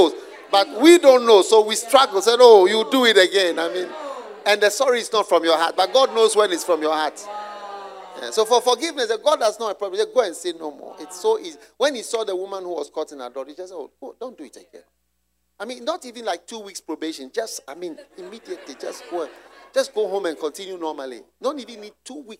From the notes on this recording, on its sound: Preached at the Use It or Lose It Camp, USA.